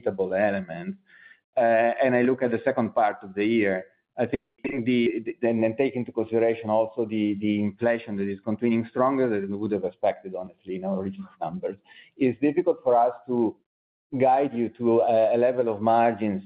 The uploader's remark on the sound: 2023 Q2 Results Conference Call. Ferrari N.V. 2023 Q2 Results Conference Call.